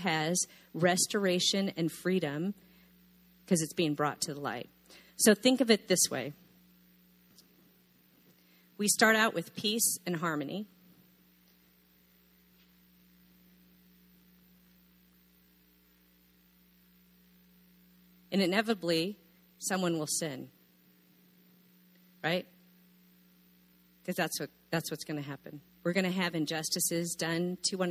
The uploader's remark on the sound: session 1, of our first annual Parenthood Conference at Coastline Church